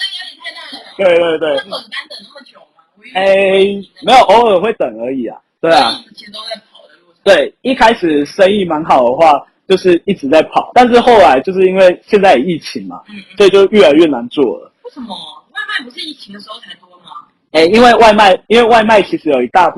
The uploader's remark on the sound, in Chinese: 收音不好請見諒。